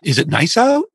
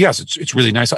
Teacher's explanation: The person says, yes, it's really nice out. And they deliberately answer in a voice that does not go up, but down · Shown in: second take